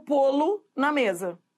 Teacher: é tão monossílabo átono que se você colocar numa frase, você vai ver que esse lo vira lu. Muda de som. Você fala assim, ó, o livro, eu vou pô-lo na mesa.